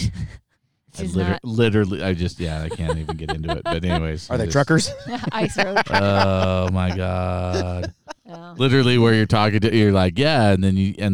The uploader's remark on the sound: In this episode, we go ON THE ROAD!! We recorded this episode sitting in a circle in the mountains while on vacation for 4th of July.